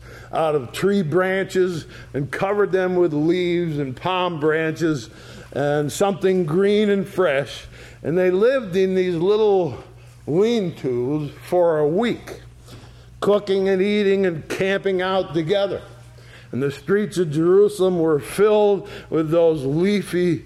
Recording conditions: large echoing room